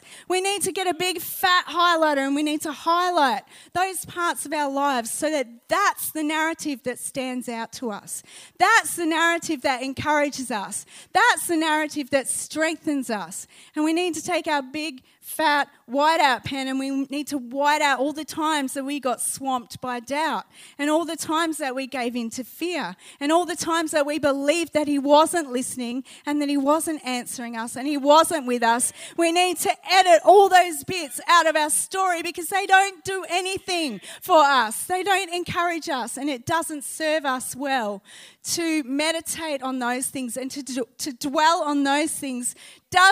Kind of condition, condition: setting, live audience